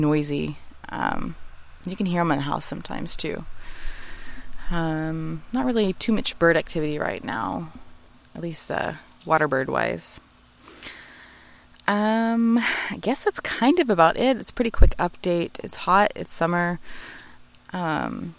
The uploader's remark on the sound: Live from My Backyard